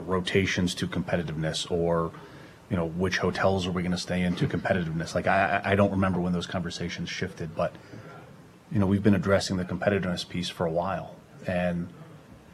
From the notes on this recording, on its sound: Address the media in a live press conference.